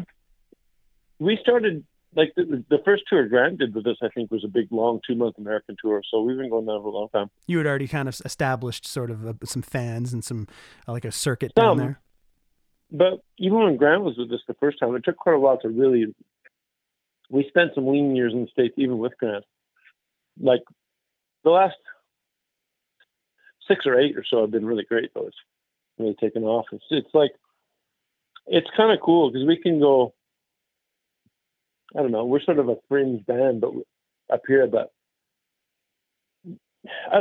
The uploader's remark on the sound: We caught up on the phone